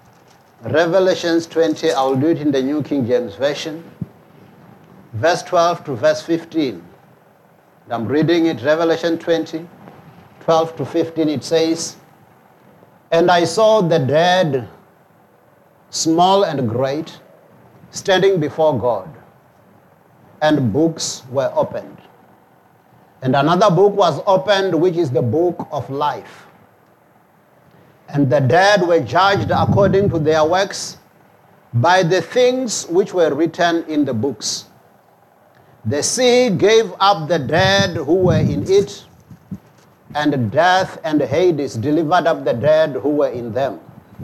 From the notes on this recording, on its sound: preached at Jesus the Saviour Church, 185 Bobs Way, Eersterivier, Cape Town on 12 November 2023